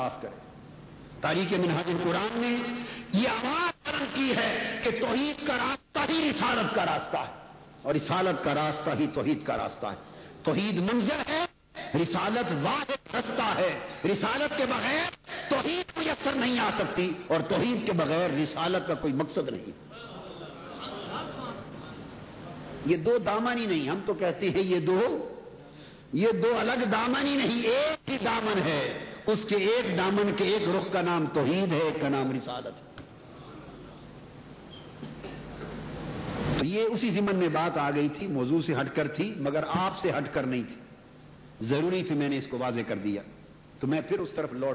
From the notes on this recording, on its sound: A Speech delivered at Jamy Masjid Razay Mustafa